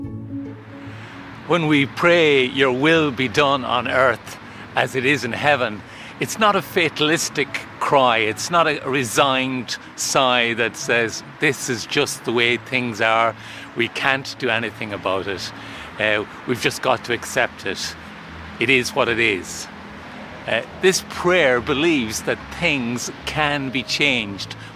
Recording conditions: sounds in the background